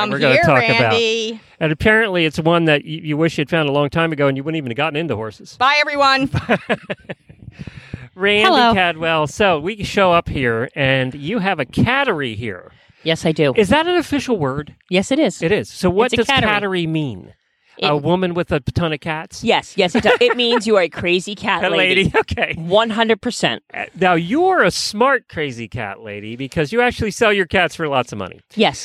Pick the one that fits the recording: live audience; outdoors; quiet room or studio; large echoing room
outdoors